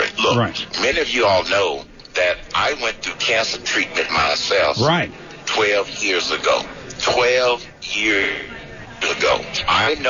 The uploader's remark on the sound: live at the 4th Annual Care-A-Thon.